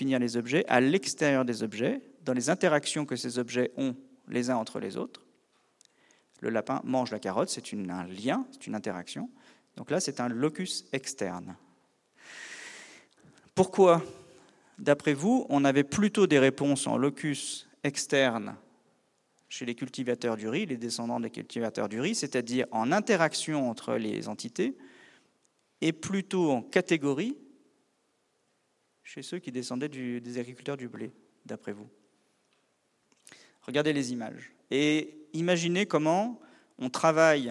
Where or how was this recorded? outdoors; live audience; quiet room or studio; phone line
live audience